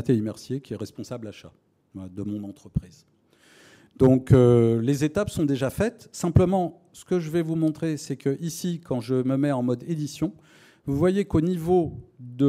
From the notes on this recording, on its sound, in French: Une conférence des RDV des Transformations du Droit - 7ème édition, le 5 octobre 2023.